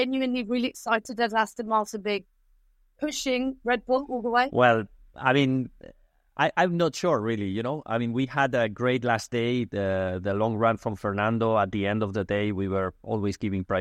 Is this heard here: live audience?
no